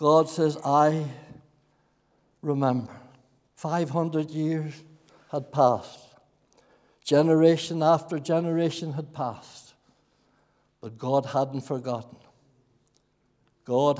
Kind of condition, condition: setting, large echoing room